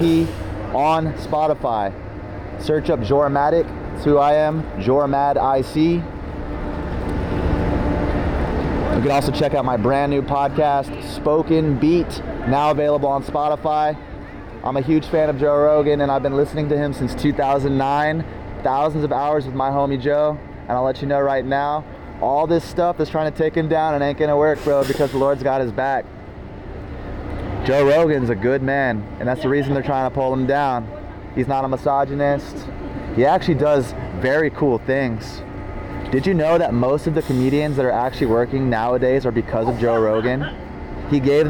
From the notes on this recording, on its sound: At Downtown Las Vegas Bonneville RTC transit center! A live Sermon to the Gentiles and lost sheep of Israel at Downtown Las Vegas Bonneville RTC transit center!